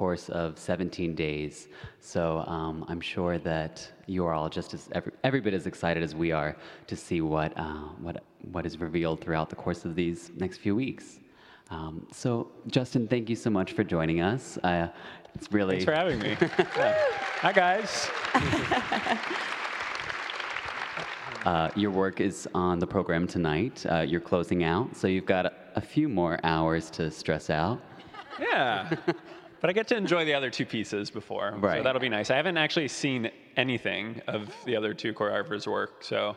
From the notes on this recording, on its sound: LIVE from San Francisco Ballet's Unbound Festival in a live “Meet The Artist” event before the opening night of San Francisco Ballet's Unbound Festival.